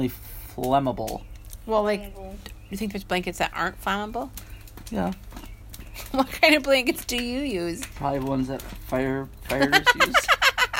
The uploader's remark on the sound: Live From Our Backyard. Sorry if the sound quality isn't that great.